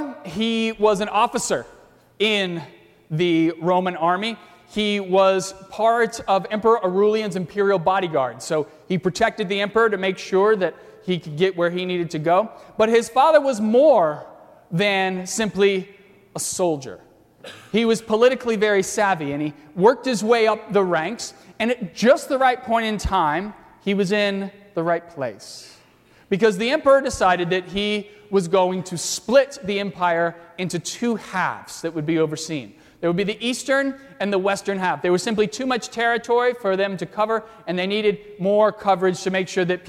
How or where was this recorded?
large echoing room